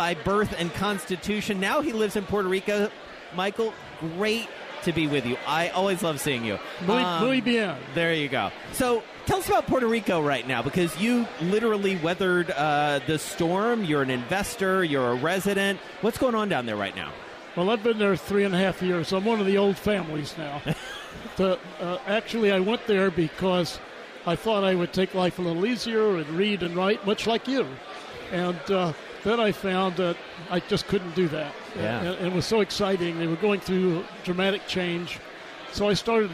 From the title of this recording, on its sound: On the Air from the Milken Global Conference in Los Angeles